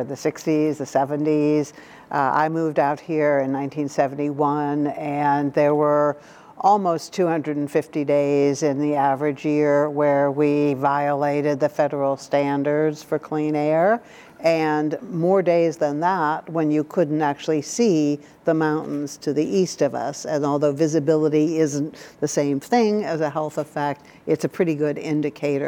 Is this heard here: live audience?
yes